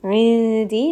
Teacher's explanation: we have noon sakin and we are going to hide this within the next letter's makhraj, which is the letter dal · Term: ikhfa